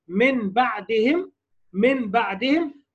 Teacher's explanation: محتاج أجيب غنة الأول في النون الساكنة والتنوين، وبعدين أطبق الشفتين لأجل الباء · Term: الإقلاب